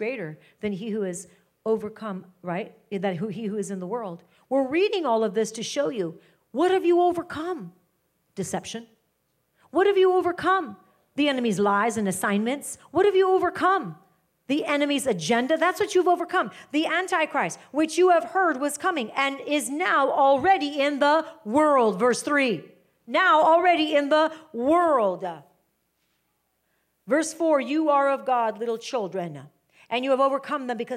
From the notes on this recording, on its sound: live teaching from House of Glory